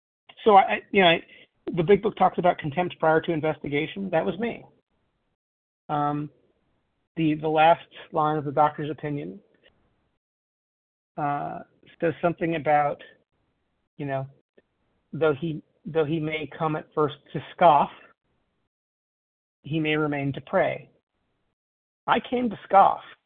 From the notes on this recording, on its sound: 100 Pounders Phone Meeting, 4/14/23